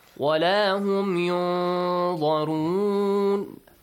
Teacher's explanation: The sound of noon will be hidden. · Term: hiding sound